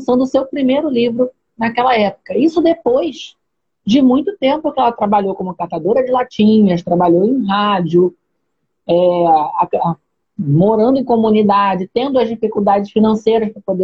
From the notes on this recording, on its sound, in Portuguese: Live feita em 30/05 no Instagram